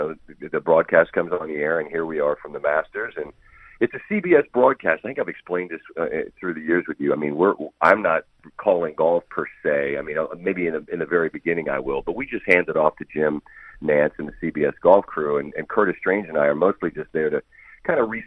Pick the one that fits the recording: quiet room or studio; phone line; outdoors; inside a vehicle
phone line